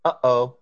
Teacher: we have a consonant that's made with the glottis in English · Term: glottal stop